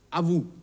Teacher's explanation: Übrigens, wenn ich à vous sage, spreche ich auch ein S nicht aus, nämlich das S am Ende des Wortes vous. Auch das S ist am Wortende in der Regel stumm.